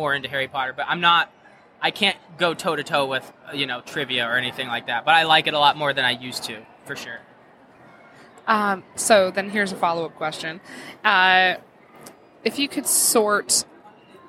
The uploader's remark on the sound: Live at Grand Rapids Comic Con